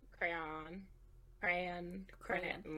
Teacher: The, like, second syllable, like, almost completely disappears. · Term: a southern thing